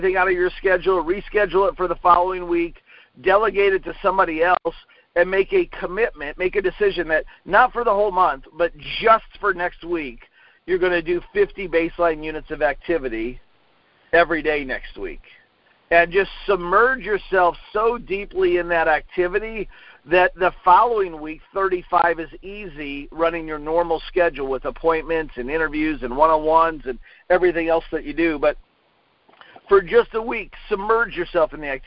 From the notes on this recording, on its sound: Conference call recorded on 2/1/19.